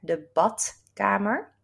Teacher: So the D is a T sound there.